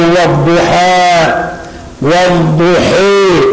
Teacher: والفتح والإمالة كما في نحو والضحى والضحي، هذه إمالة يسمونها الإضجاع · Term: الإمالة الكبرى